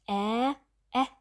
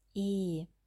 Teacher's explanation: Also der Unterkiefer ist bei E ganz stabil und viel weiter geschlossen als bei ä oder ä. · Shown in: second take